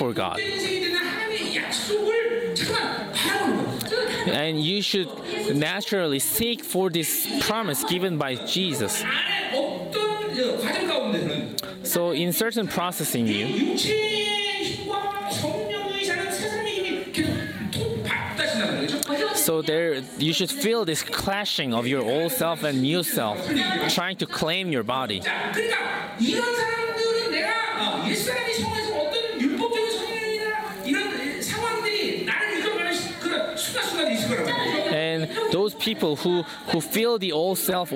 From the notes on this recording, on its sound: Chuseok Conference. Conference sermon.